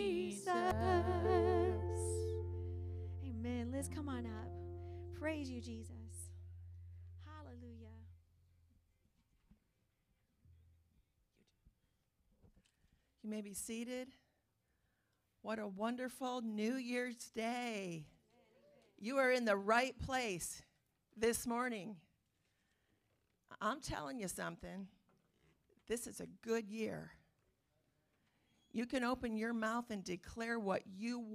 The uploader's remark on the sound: Calvary Assembly of God live Stream